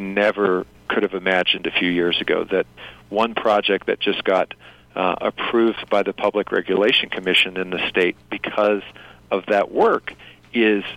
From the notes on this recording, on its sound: By audio link from Albuquerque, New Mexico. This short interview was conducted as a news service with one of New Mexico’s sitting senators, not as a campaign appearance.